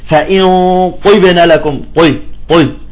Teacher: لاحظتوا انه صار عندك ثقل، تمام؟ في شيء عم يدفع اللسان لفوق